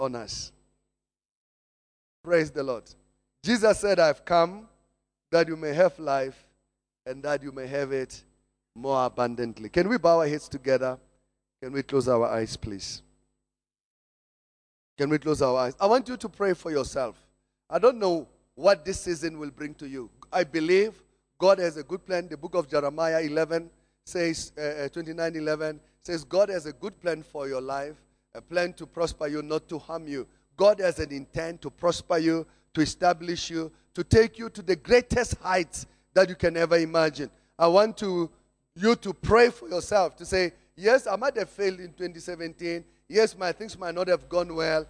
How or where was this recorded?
large echoing room